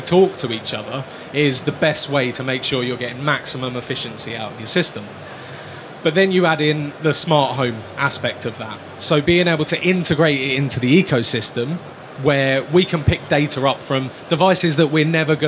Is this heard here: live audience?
yes